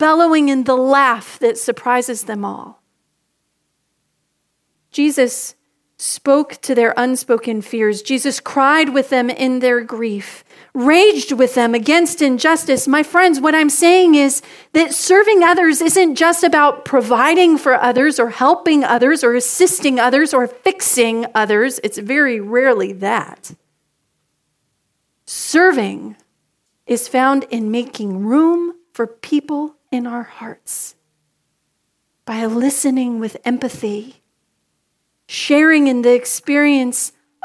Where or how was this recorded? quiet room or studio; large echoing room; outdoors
large echoing room